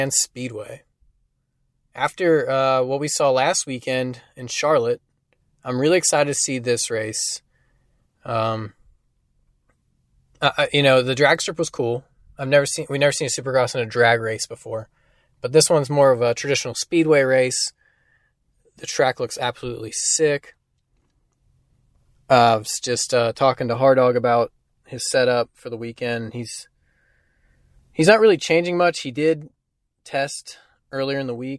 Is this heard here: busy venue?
no